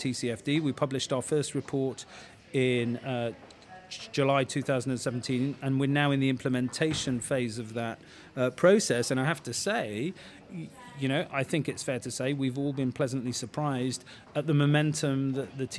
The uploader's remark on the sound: Recorded in partnership with CFA UK at their conference. Where we spoke to a number of the speakers from the event.